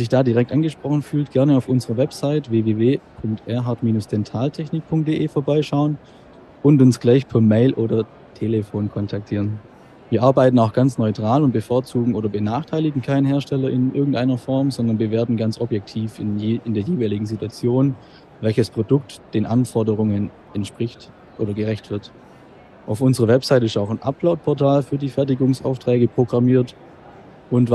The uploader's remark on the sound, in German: Live auf der IDS 2023 in Köln